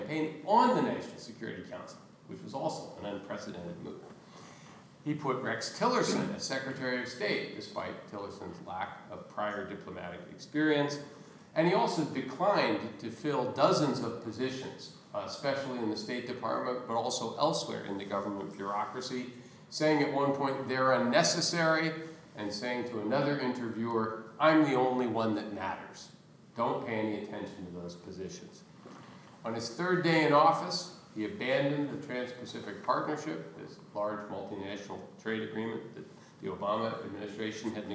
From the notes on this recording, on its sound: gives a guest lecture to the Oxford International Relations Society